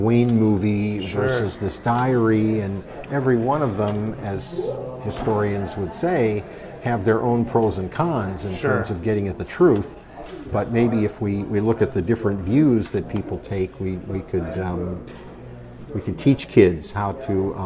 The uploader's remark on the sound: This episode was recorded at GDC 17.